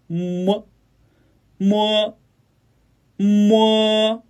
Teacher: 嘿，大家好，今天我们练习声母摸。摸呢是双唇音，发音时双唇闭住，软腭和小舌下垂，打开鼻腔通道，肺部呼出的气流通过喉头震动声带，然后从鼻腔缓缓流出